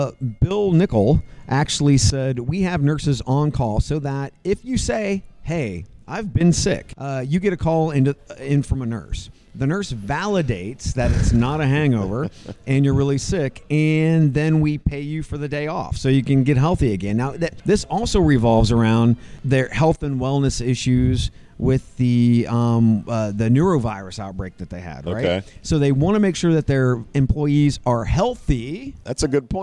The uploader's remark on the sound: Recorded LIVE from a posh Dallas Hotel lobby.